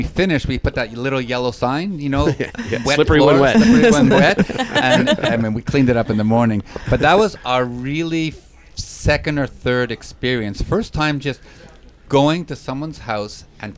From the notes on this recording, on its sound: Broadcast on location from our annual swinger houseboat trip on Lake Mead, NV, with 15 full-swap swinger couples.